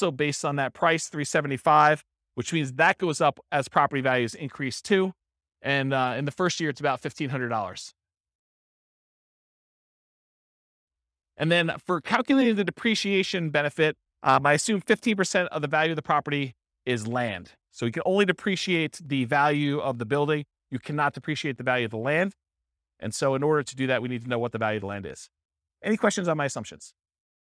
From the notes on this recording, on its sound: This was a live class recorded